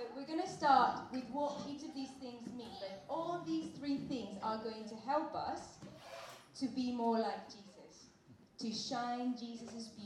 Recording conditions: poor sound quality